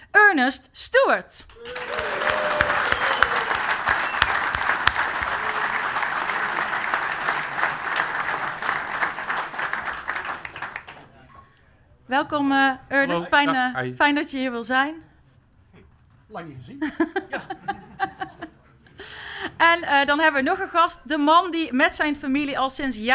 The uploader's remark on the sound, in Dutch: De podcast-aflevering werd namelijk live opgenomen in De Verlenging. Zo'n tweehonderd PSV'ers waren aanwezig.